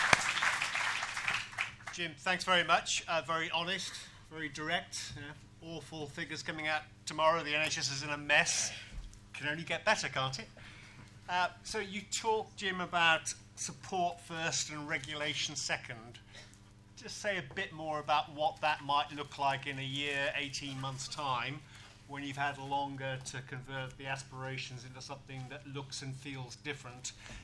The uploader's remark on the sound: first speaking appointment as Chief Executive of NHS Improvement was at The King's Fund annual conference